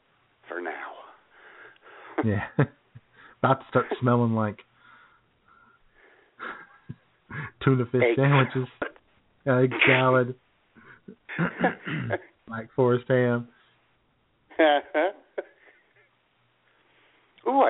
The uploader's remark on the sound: Take your phone calls. IWS Radio.